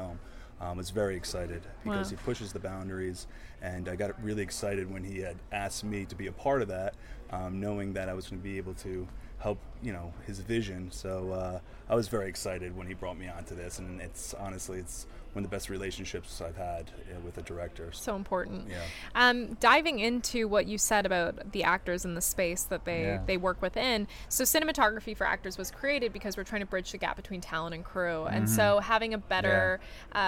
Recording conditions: busy venue